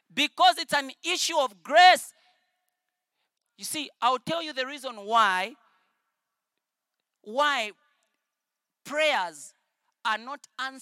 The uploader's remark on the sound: at the 2023 Love Sunday conference